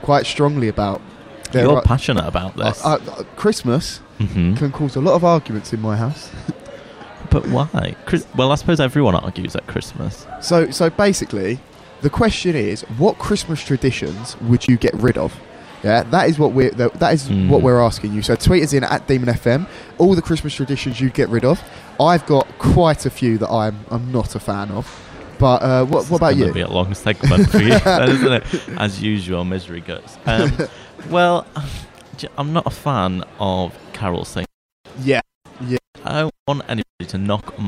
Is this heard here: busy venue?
yes